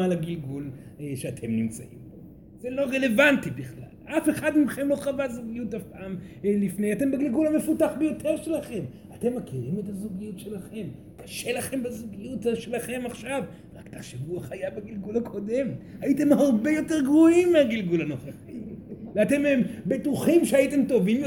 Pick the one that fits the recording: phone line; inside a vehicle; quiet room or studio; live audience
live audience